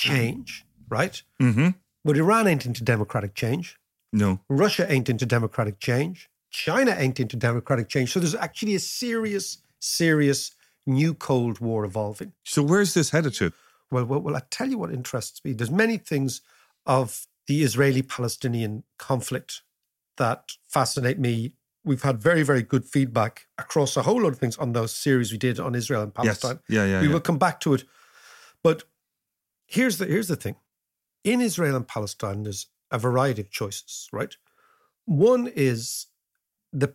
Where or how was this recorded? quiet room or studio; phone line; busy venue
quiet room or studio